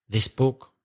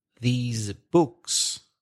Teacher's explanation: So the singular, this book, for example, is short eh, and s sound with no vibration. This. Whereas the plural, these books, is a long sound, e, and with vibration, z, these books.